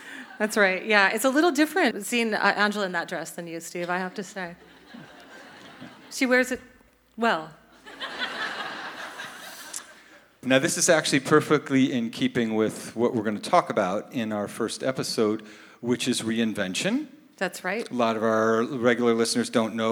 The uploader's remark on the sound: Live In Portland. Record the show in front of a live audience at Revolution Hall in Portland, OR.